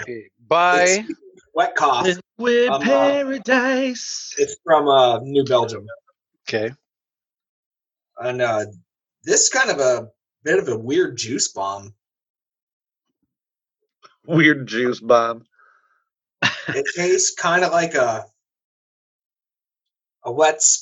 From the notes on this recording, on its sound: Our first ever try with doing the podcast via Zoom Meeting, and it was kinda weird, but enjoyable!